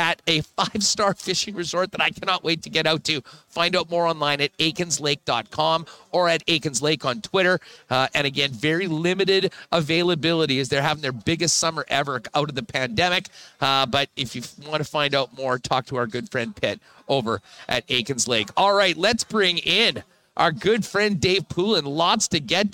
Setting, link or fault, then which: setting, busy venue